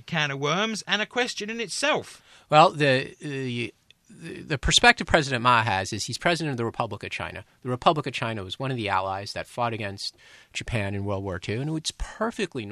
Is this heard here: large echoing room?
no